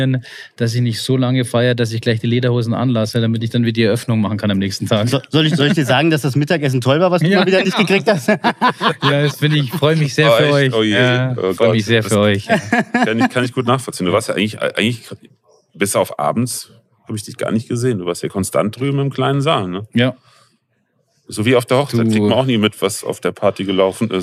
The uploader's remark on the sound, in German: Live aus dem Podcast PopUp Studio